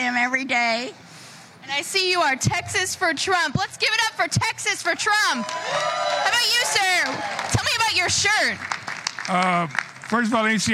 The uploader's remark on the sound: Live From CPAC 2024